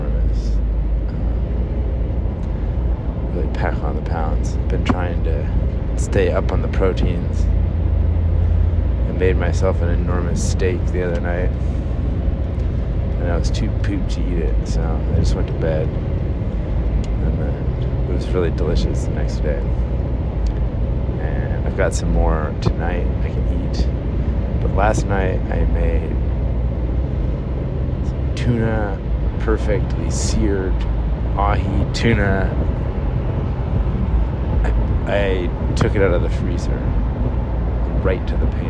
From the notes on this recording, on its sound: A free podcast from some dude in his car. Sorry about all the car noise, maybe someday I'll have enough time to record this while I'm sitting still.